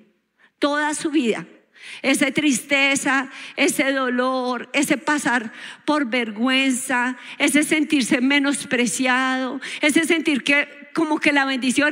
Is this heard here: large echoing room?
yes